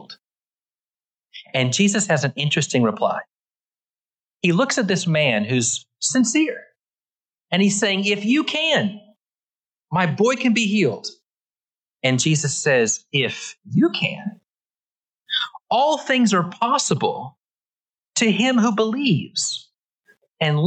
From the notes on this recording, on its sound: Originally preached at the West Side Church of Christ (Searcy, AR) on August 14, 2022.